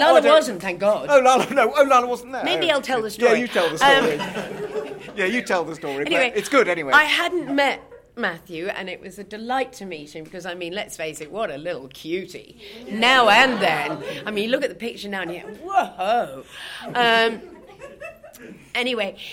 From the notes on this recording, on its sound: This is the audio we recorded at that panel.